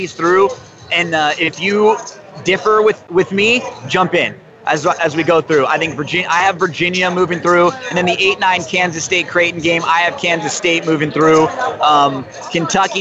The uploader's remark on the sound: LIVE SHOW FROM TREASURE ISLAND LAS VEGAS. LIVE RADIO - ROAD TRIP EDITION!!! Live road show from the Treasure Island Race & Sports Book!